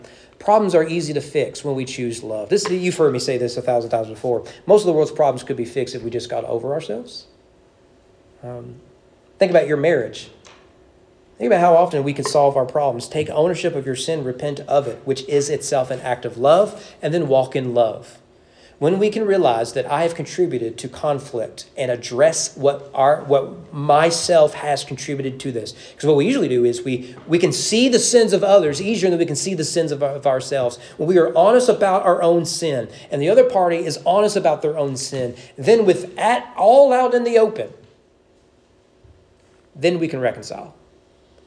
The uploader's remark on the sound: Sermon preached at East Frankfort Baptist Church on January 14, 2024 during evening worship.